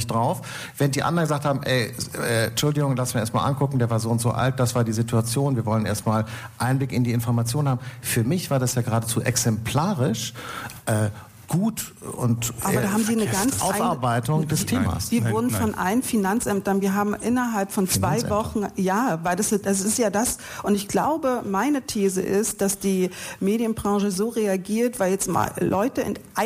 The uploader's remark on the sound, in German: Das Gespräch wurde im Rahmen des radioeins und Freitag Salon am 17. Februar 2020 in der Berliner Volksbühne aufgezeichnet.